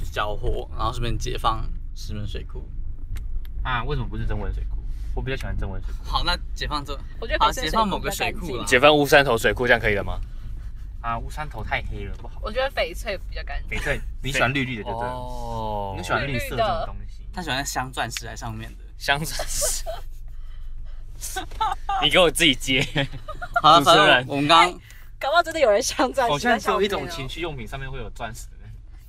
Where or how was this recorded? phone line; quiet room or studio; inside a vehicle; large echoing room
inside a vehicle